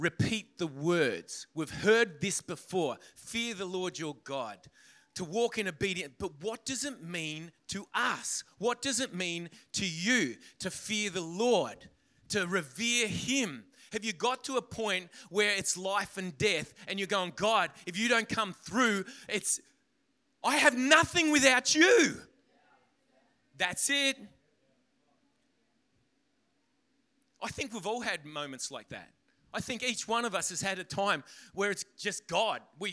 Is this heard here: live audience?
yes